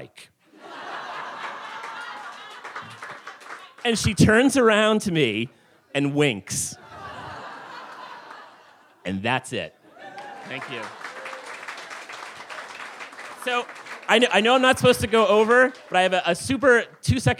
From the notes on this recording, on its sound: Recorded in front on a live audience on May 6th, 2018 at The Well Tavern in Wellfleet, Massachusetts.